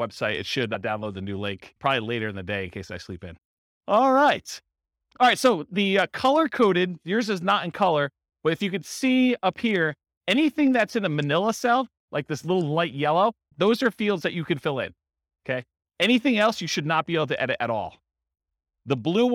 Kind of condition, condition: setting, live audience